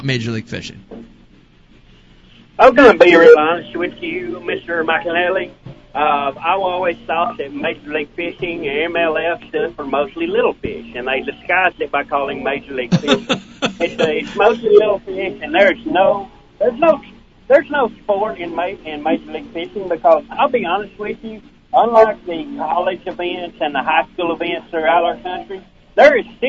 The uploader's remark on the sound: calls into the Ike Live bass fishing podcast